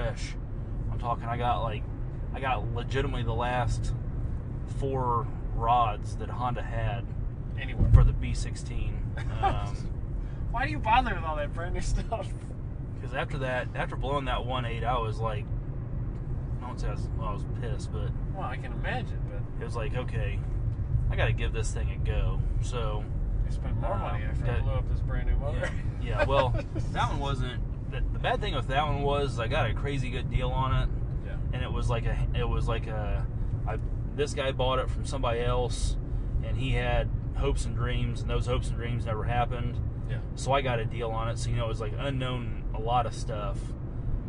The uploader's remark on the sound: Recorded at show after landing in Atlanta. Almost crashed the rental car on multiple occasions during this recording.